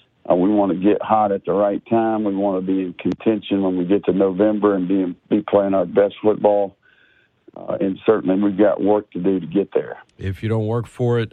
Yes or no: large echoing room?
no